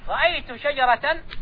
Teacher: العرب إذا وقفت على التاء المربوطة تقلب التاء المربوطة هاء · Term: تاء التأنيث المربوطة